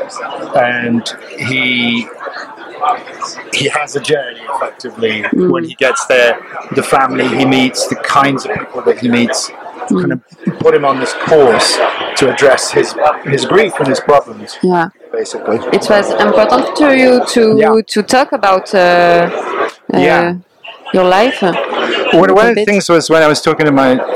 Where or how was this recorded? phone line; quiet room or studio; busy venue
busy venue